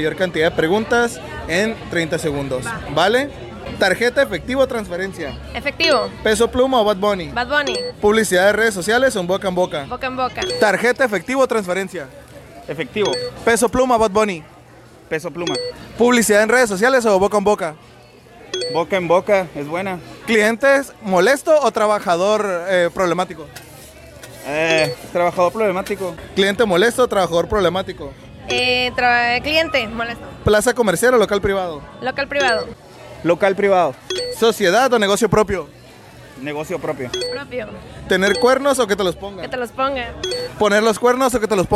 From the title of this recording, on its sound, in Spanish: Recorriendo la Kermés del Paceño Showroom │ Aire Libre